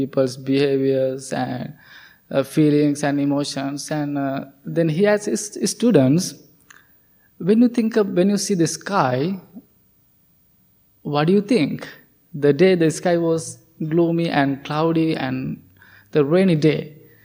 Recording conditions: large echoing room